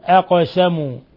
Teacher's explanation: الذين أقسموا. القاف ساكنة وهي من حروف قطب جد فتقلقل